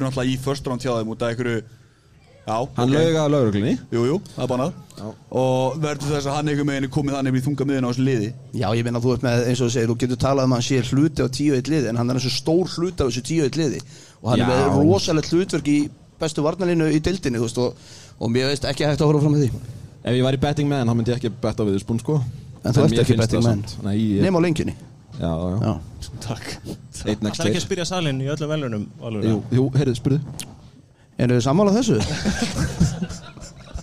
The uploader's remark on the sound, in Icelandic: Fyrsta Live showi hjá okkur sem var tekið upp á Arena Gaming! Geggjuð aðstaða.